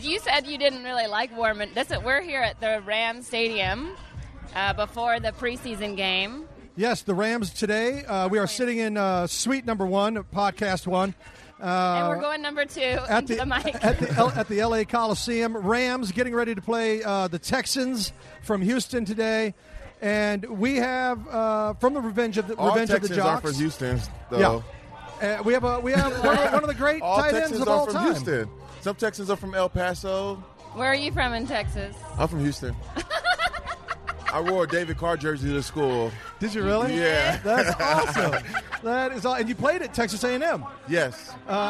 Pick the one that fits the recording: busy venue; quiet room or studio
busy venue